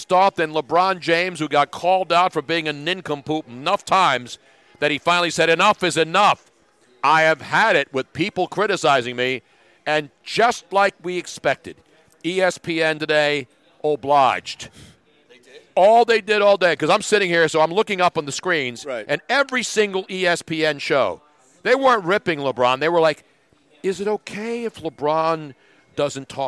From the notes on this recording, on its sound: from Parx Casino LIVE